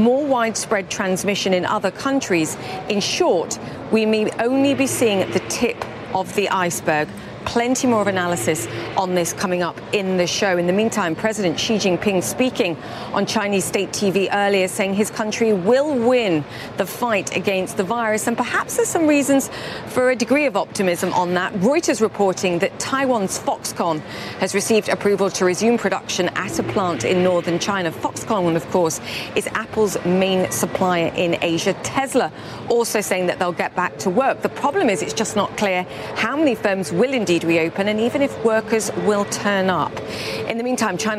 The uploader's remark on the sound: live from the New York Stock Exchange